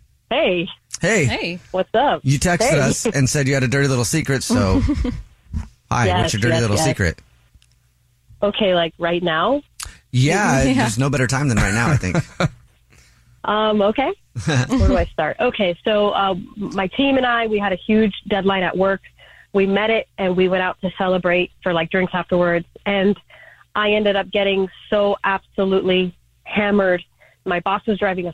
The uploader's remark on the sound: The man on the phone